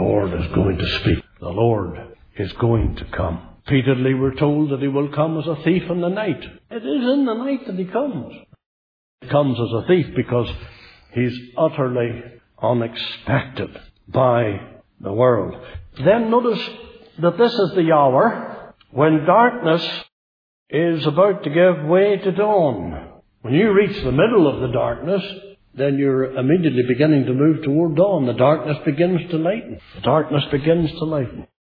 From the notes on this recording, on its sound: Centenary Conference in Northern Ireland 2018. Speaking at the Centenary Conference in Northern Ireland at Newtownabbey Free Presbyterian Church.